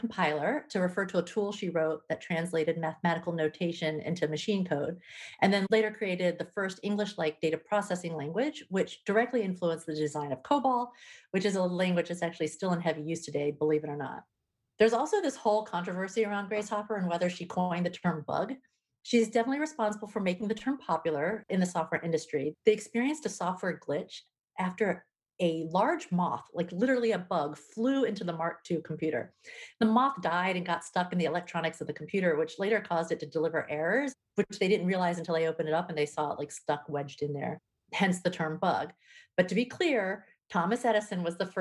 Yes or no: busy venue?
no